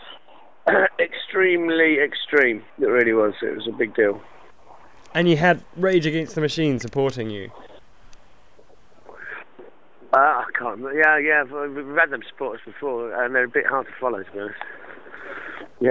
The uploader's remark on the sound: first telephone interview